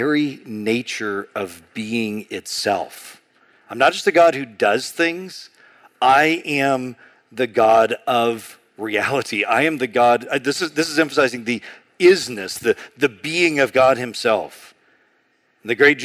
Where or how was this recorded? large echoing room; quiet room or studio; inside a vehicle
large echoing room